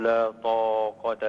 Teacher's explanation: هذه أعلى مراتب التفخيم. طا يعني حرف مفخم وبعده ألف